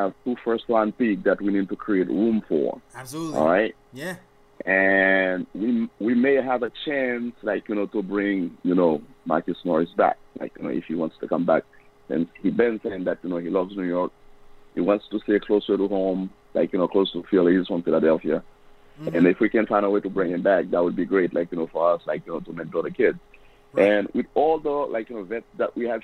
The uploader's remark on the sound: takes live phone calls from fans around the world